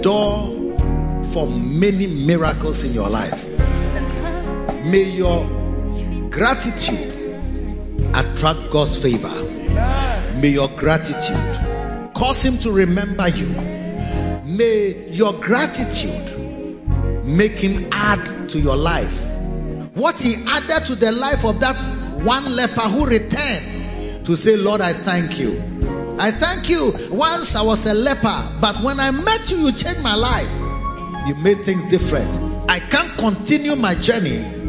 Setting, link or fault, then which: setting, large echoing room